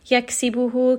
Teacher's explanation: كَاف is going to have هَمْس